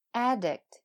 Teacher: addict，瘾君子这个词，重音在前边 · IPA: /ˈædɪkt/